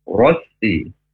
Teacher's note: Ro-nya tafkhim karena huruf ro berharokat fathah. Rosi, ibur ditekan, ros juga ditekan.